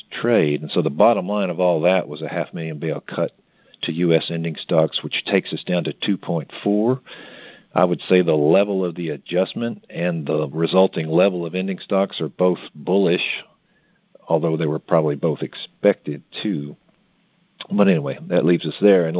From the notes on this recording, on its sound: Monthly Conference Call